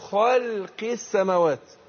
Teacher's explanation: إن اللام حرف مستفل حرف مرقق واخد بالك وقلنا وقعت بين مفخمين بين الخاء والقاف